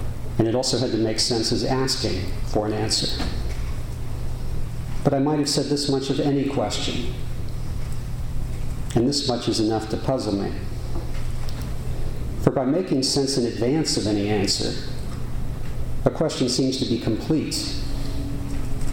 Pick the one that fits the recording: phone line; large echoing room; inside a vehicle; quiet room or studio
large echoing room